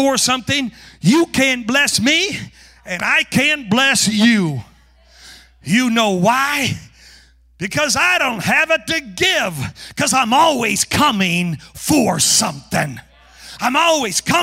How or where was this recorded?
large echoing room